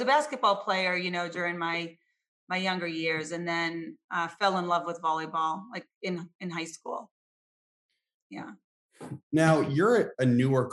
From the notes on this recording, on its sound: over Zoom for a 25-minute discussion